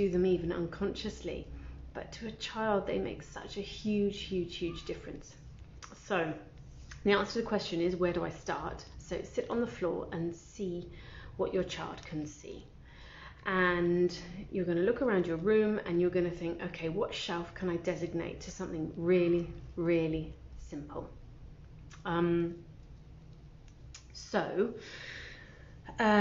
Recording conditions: phone or laptop microphone